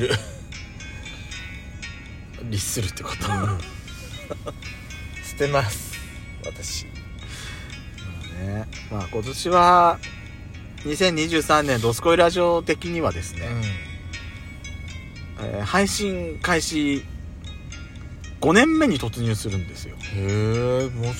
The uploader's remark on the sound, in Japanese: パーキング収録